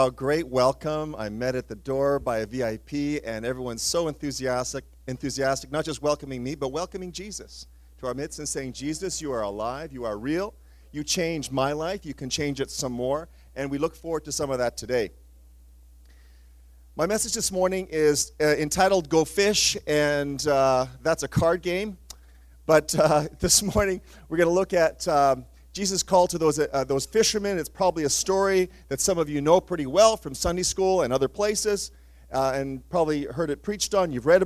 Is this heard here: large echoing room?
yes